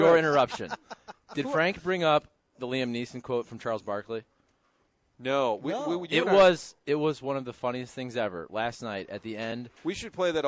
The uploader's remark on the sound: Broadcasting live from Schnucks off S. Lindbergh.